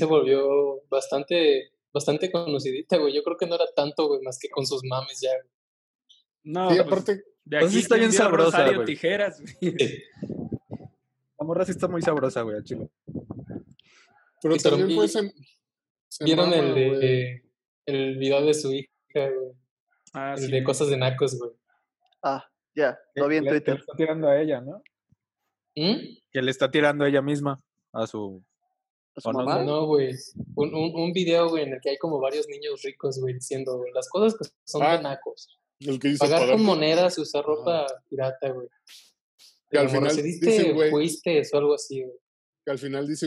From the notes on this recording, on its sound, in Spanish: Videollamada, todos en cuarentena. *En vivo desde casa.